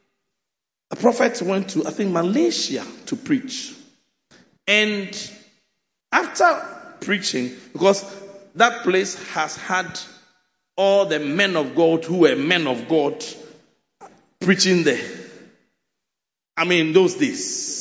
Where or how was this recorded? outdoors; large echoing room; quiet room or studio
large echoing room